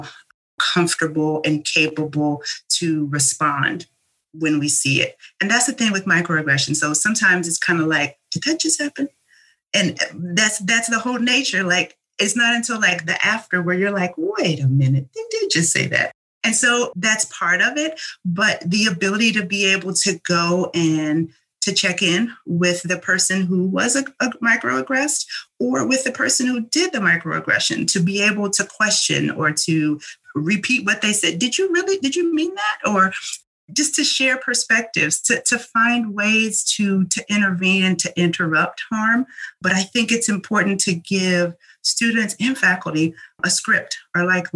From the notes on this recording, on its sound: This episode was recorded on February 26th, 2021 via Zoom.